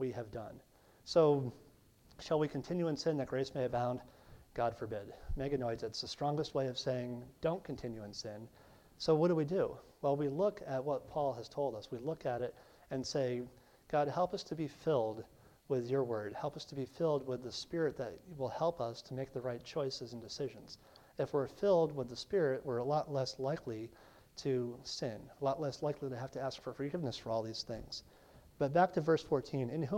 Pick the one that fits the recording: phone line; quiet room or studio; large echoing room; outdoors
large echoing room